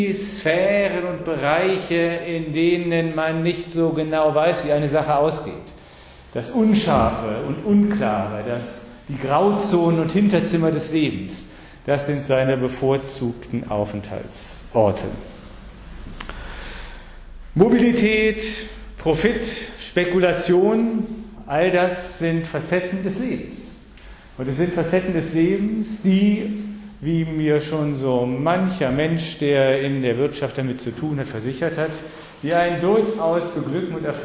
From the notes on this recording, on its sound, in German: Sie hören den siebten Vortrag der Reihe "Die griechischen Götter als Menschenlehrer". Livemitschnitt im Palais Altenstein in Fulda, Herbst 2013.